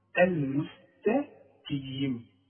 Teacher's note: والقاف مكسورة. القاف في اخر درجات التفخيم.